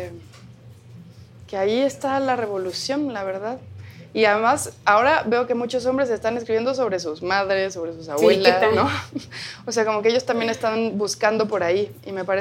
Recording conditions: busy venue